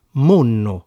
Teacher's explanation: Il suono ND in mondo diventa NN e quindi monno.